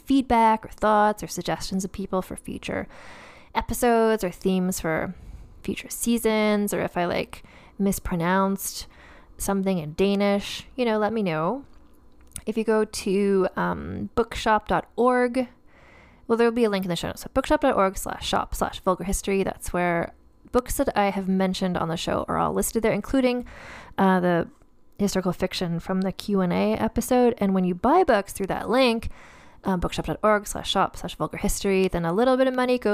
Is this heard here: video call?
no